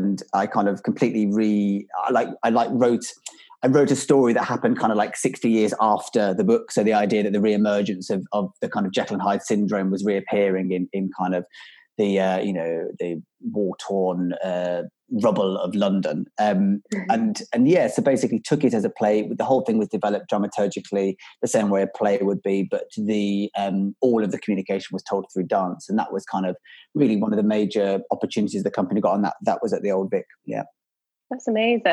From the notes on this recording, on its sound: This episode was recorded over Zoom